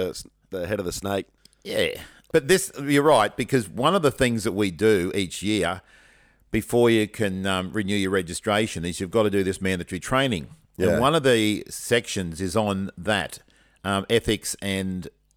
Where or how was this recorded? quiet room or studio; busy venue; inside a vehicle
quiet room or studio